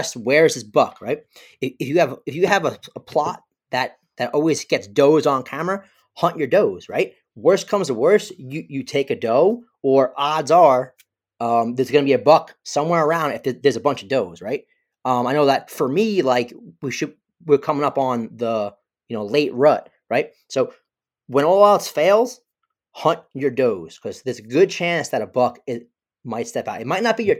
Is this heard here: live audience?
no